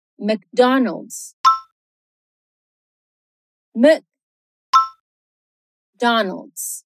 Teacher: Não tem esse E entre o M e o C, é apenas McDonald's.